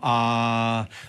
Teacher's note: u svakoj stotinki sekunde je to puni samoglasnik a. Kada bismo snimili i kada bismo izrezali, uvijek bi to bilo a.